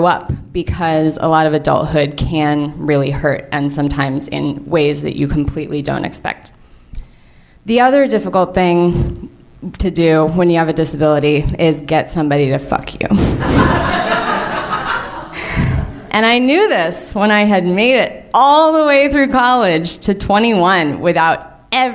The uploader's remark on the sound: Live From LA Storytelling Fest. Tell true stories at the live RISK!